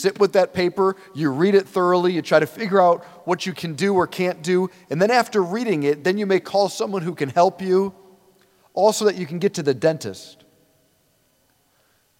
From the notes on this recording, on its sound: preached this homily on February 25, 2024 at St Basil the Great Catholic Church in Brecksville, OH